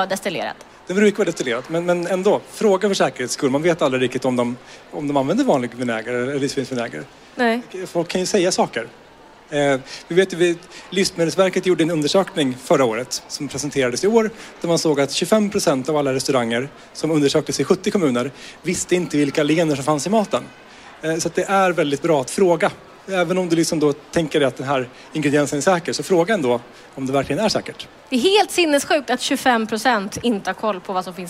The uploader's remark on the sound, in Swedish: poddar live från Mat för livet-mässan!